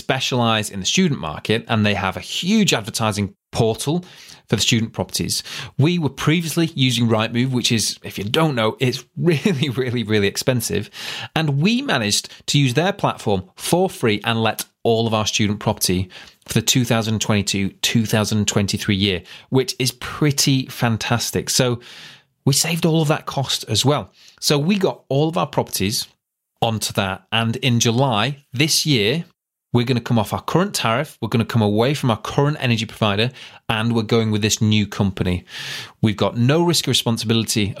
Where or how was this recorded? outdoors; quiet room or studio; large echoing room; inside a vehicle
quiet room or studio